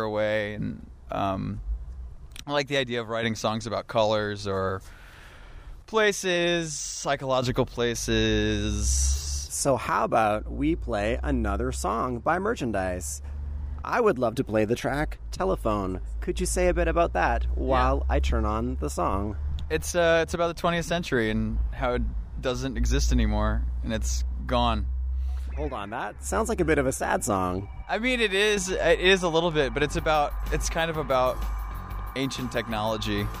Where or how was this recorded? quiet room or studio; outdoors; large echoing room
outdoors